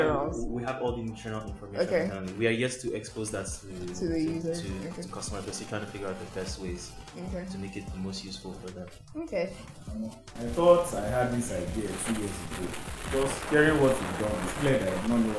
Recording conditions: poor sound quality